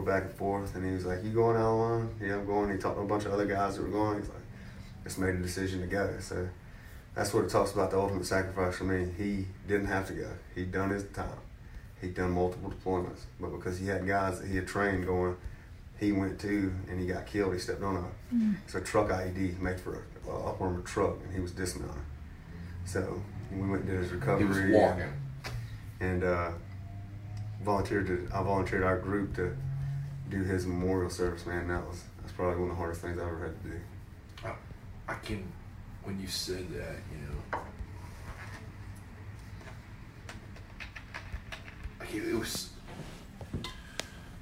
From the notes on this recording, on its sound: Recorded in South Carolina at Siren's Cove Tattoo.